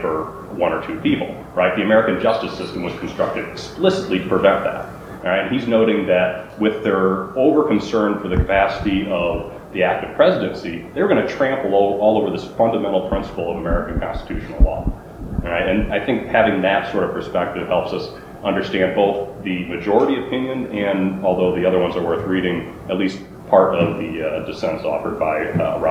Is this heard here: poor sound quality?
yes